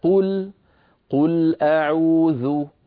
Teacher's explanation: فننطق الحرف ونتبعه بضمة هي واو قصيرة. لما أقول مثلا قل أعوذ، انظروا إلى الشفتين، قل أعوذ، صوت لو طولته لو مططته فسوف يتولد منه واو، قل قو، نعم تولد واو عربية فصيحة. · Term: الحرف المضموم